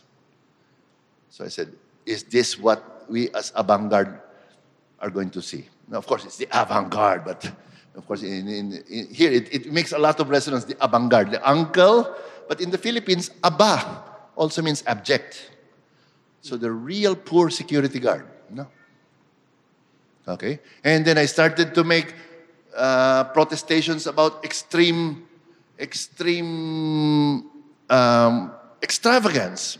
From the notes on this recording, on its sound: This conversation was recorded live. At National Gallery Singapore , as part of Art in Southeast Asia: In Transition.